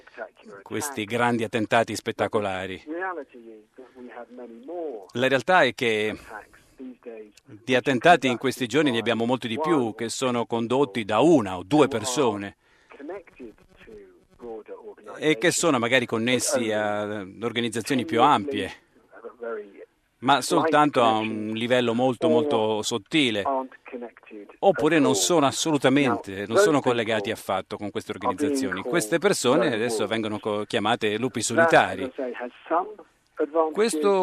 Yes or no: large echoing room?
no